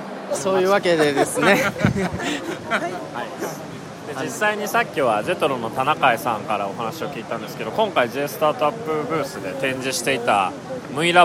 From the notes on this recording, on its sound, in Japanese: 今回の配信は出張録音です。ラスベガスで2019年1月8日〜11日に開催された世界最大の家電見本市「CES2019」での収録。ラスベガス Caesars Palaceより。